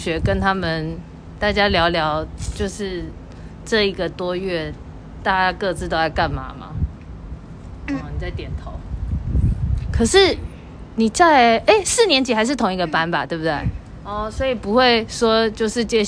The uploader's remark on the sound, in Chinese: 本集頂樓風大收音。來到樓頂偽野餐。